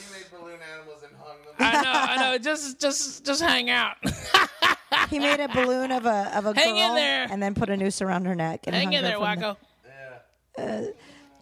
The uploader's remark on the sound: Live from the Mercy Lounge in Nashville TN